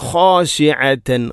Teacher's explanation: ഖ തൊണ്ടയുടെ ഏറ്റവും മുകൾ ഭാഗമാണ് ഖ എന്നതിൻ്റെ മഖ്റജ്